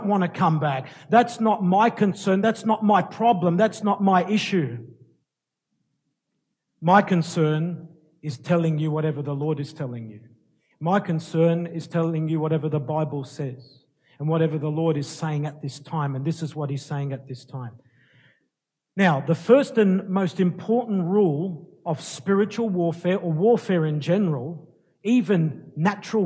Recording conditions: large echoing room